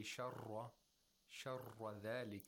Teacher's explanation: the trilling sound should not be heard · Term: without takrir